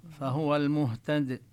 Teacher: وهنا الدال إذا وقفنا تسكن الدال، فحكمها أنها تقلقل، نظهر لها نبرة